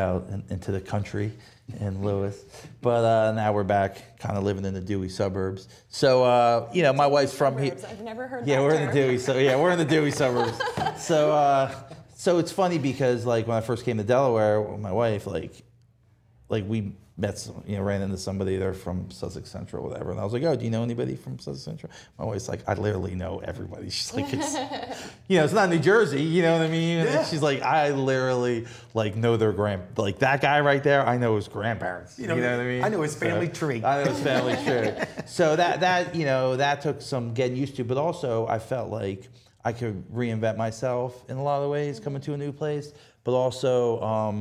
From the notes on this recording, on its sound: This conversation was recorded at Bluecoast Grill and Raw Bar in Rehoboth, Delaware.